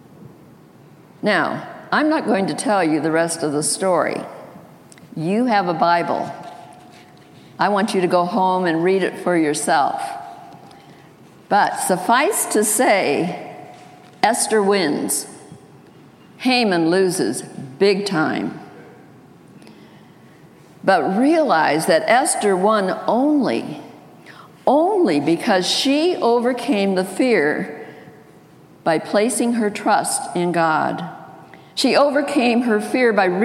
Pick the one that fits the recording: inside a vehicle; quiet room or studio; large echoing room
large echoing room